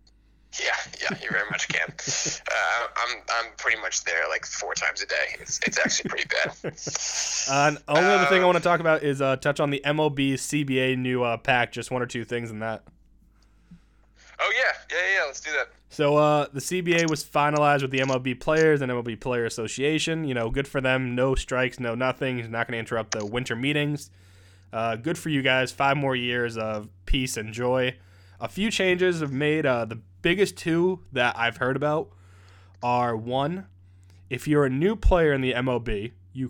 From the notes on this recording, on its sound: The technical difficulties hit hard this week and the guys had to resort back to recording over the phone.